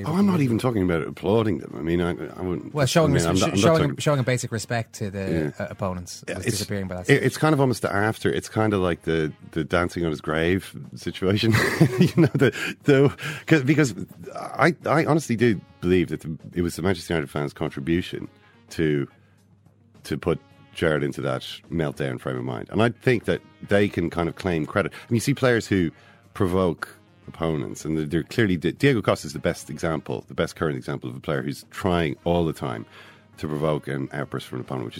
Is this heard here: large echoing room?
no